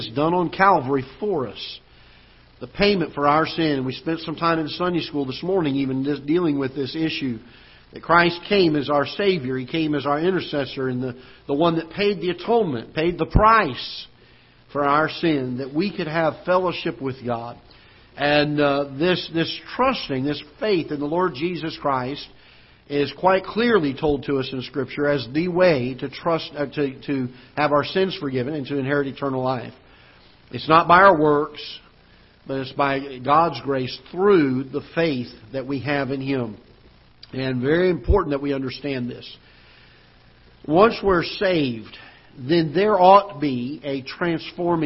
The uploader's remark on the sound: Ketha Heights Baptist Church ~ Live Broadcast